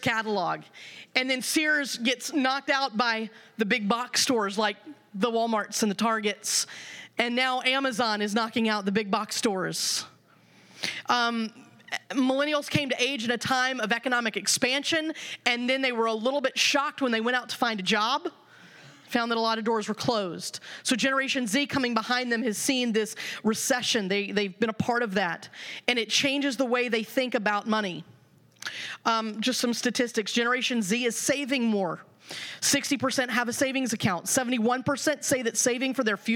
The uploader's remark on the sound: The following audio comes from the National Disciple Making Forum by Discipleship·org. Lionshare hosted a track called “Making Disciples in the Generations and Vocations.”